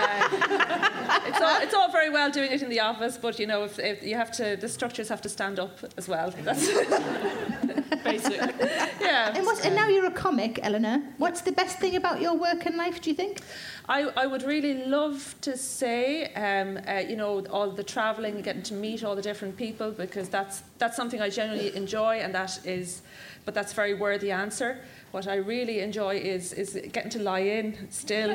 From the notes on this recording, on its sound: Recorded at the Leicester Square Theatre, London on February 14, 2017.